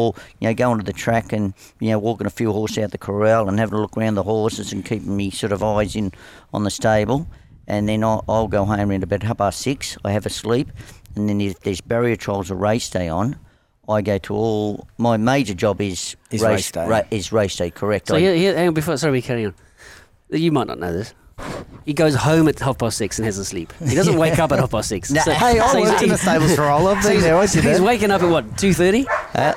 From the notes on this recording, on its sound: This episode was recorded at Mosman Rowers.